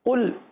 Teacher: قاف کو پر پڑھیں گے، لام کو باریک پڑھیں گے